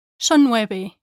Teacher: When a word ends in a consonant and the next word starts with the same consonant, these two consonants can be said as if they were just one.